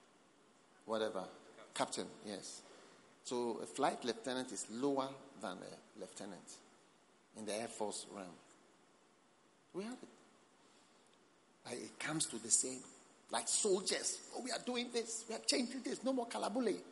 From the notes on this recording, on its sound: Preached at The Experience Service, Accra.